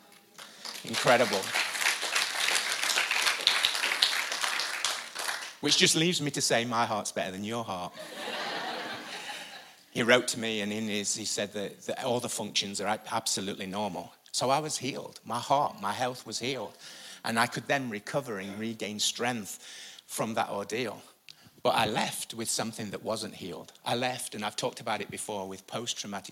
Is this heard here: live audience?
yes